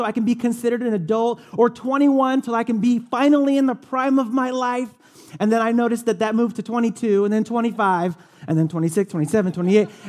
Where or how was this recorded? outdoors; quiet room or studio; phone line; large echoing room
large echoing room